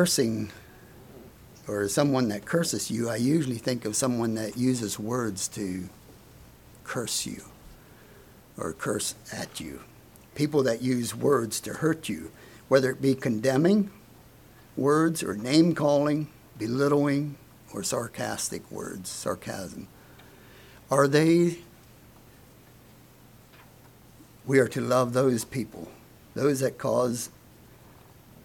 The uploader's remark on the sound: Message preached at Word of Hope